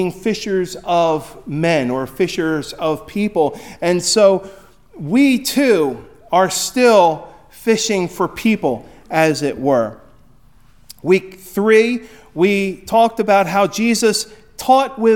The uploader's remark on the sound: Recorded at Hudson UMC on February 11, 2024.